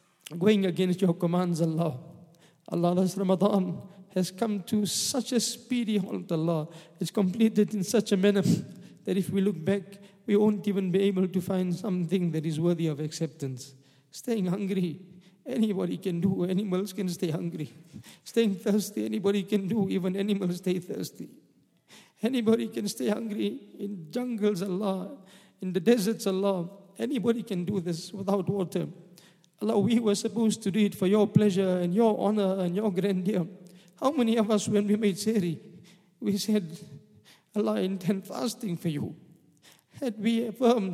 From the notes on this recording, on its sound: At the Houghton Masjid (West Street).